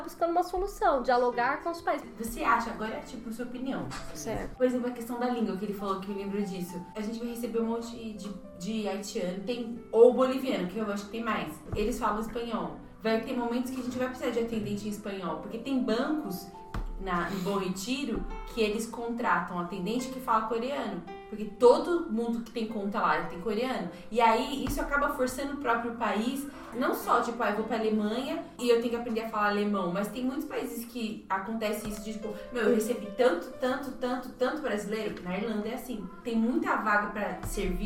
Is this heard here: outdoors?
no